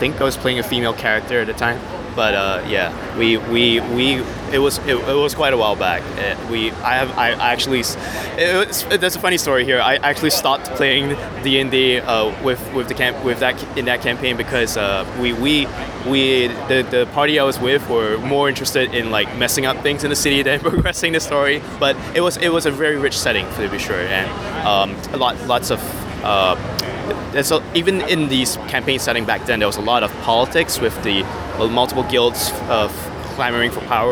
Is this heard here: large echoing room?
no